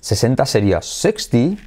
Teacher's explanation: acentuar la primera parte del número